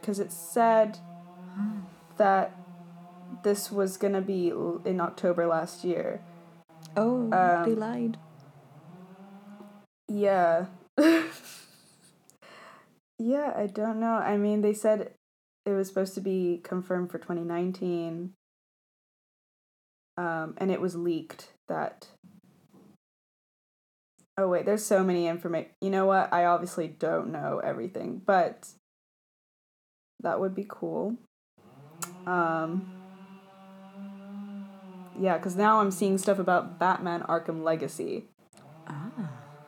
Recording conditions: sounds in the background